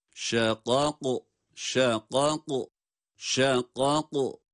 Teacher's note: iki tane kaf harfi arka arkaya, birisi harekeli diğeri cezimli. Ama ikisi de kalın okunacak.